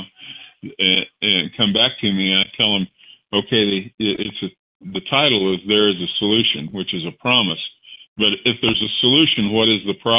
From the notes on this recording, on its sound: 100 Pounders Phone Meeting